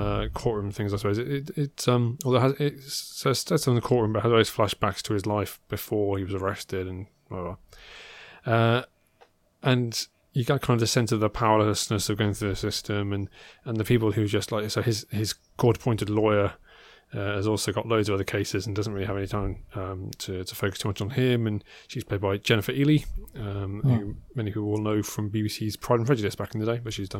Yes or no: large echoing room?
no